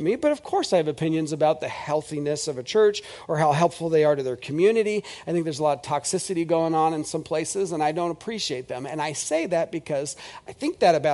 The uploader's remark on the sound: This is audio ripped from the Live Service video.